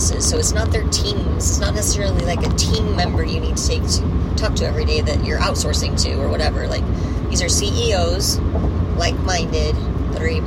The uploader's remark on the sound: Saxophone playing schenanigans. Hence the background noise....